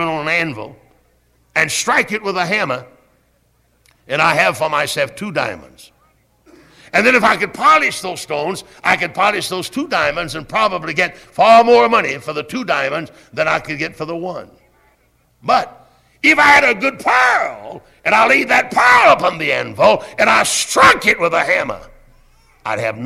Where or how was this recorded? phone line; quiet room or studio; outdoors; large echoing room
large echoing room